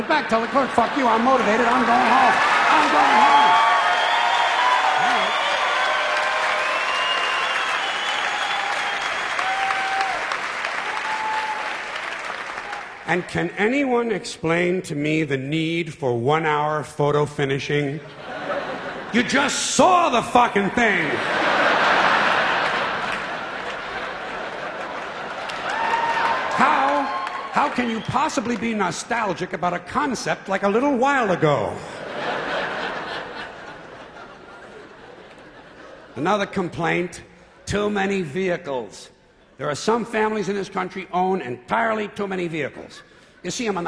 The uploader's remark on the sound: recorded in 1996 at the Beacon Theater in New York City